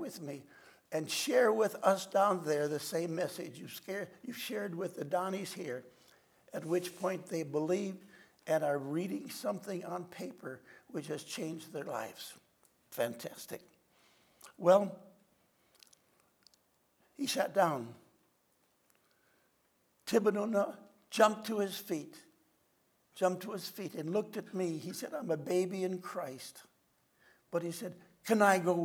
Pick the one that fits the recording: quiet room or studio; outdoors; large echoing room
large echoing room